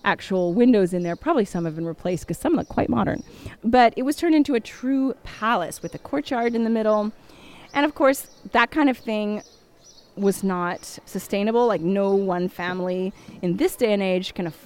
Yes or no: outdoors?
yes